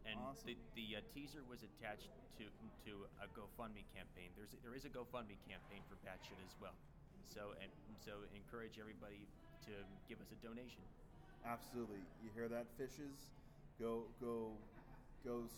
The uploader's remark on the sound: Live From Grossfest